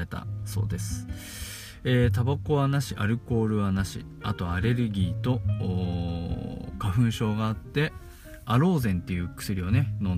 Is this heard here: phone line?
no